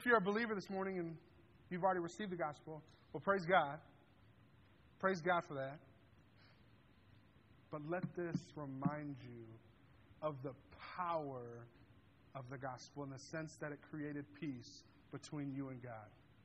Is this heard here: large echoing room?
yes